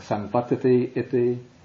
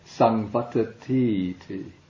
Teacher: you combine the two I's to make a long I · Shown in: second take